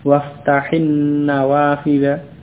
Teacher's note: ini tidak diucapkan waftahin, jadi ha yang kasrah langsung ke nunnya waftahin nawafida karena bersambung dengan alif lam sesudahnya.